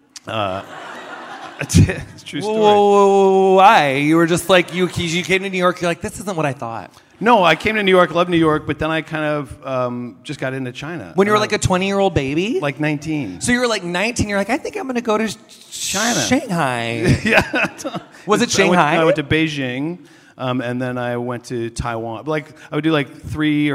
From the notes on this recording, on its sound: Recorded live at Vulture Fest.